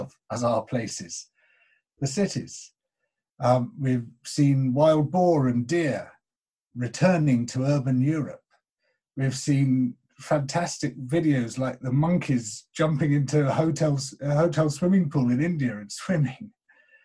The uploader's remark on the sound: This talk was recorded at the second online 5x15 in May 2020.